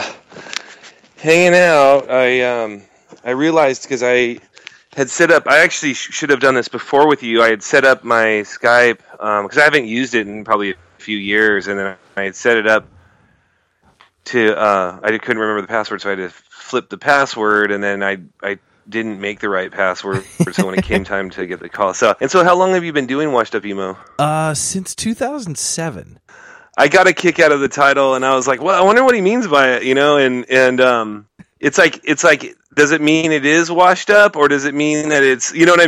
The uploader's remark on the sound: picked up the phone for the podcast